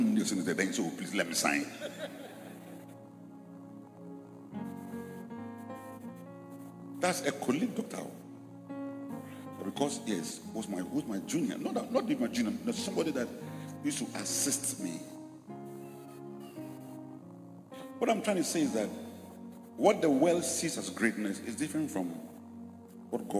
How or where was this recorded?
large echoing room